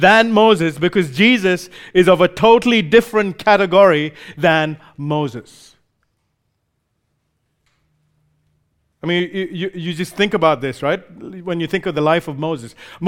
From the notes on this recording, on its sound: recorded live at Grace Community Bible Church